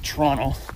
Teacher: I don't pronounce that second T, just slur it.